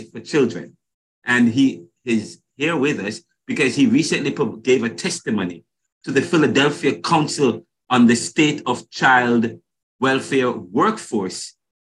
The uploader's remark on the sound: spoke with us via Zoom